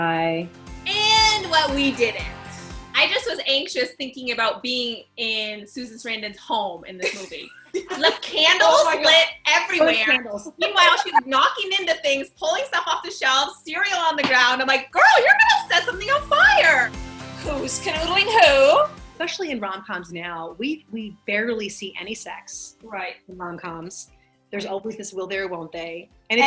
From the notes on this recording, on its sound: We were on a Zoom happy hour together. We don’t have microphones or fancy software.